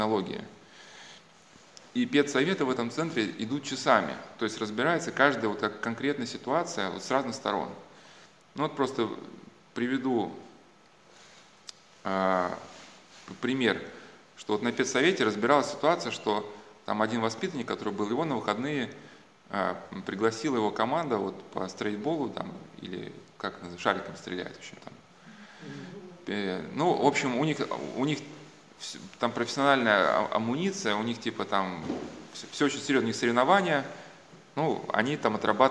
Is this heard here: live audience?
yes